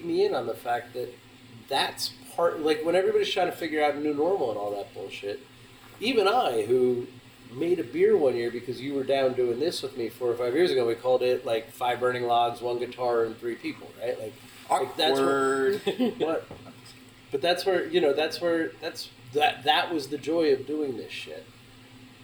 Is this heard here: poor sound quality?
yes